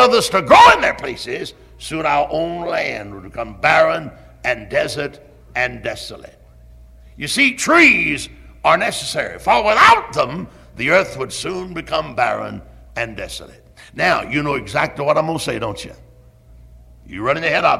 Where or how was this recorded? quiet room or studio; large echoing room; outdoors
large echoing room